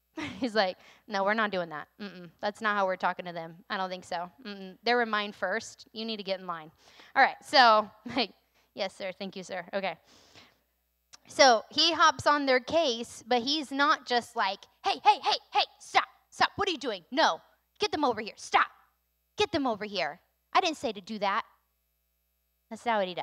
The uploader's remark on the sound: recorded on Sunday, April 3rd, 2022, during service at The Anchor Church in Rockport, Maine